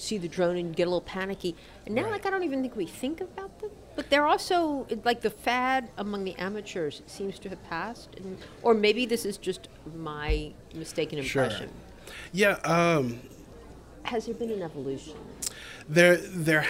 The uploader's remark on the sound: Out to Lunch is recorded over lunch at Mansurs on the Boulevard. Out to Lunch is recorded over lunch at Mansurs on the Boulevard.